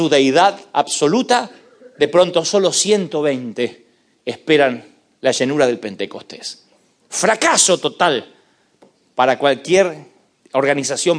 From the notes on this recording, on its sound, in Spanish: Vas a disfrutar las conferencias del evangelista y pastor de los jóvenes, grabadas en vivo.